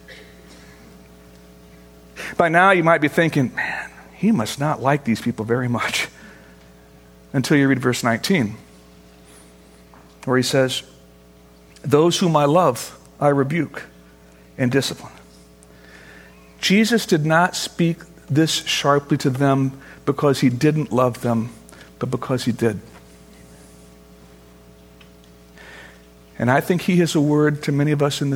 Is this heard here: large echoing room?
yes